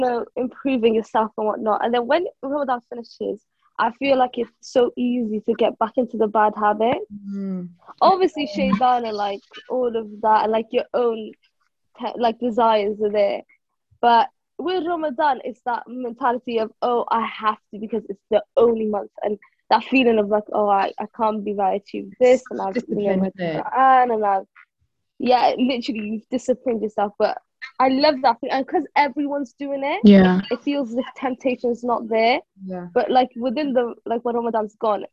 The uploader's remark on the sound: we recorded on zoon so sorry for any audio issues!